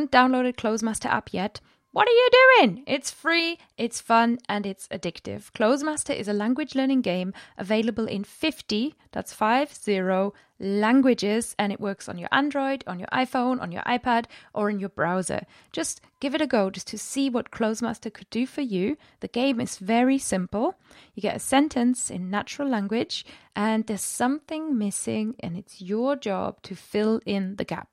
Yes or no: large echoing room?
no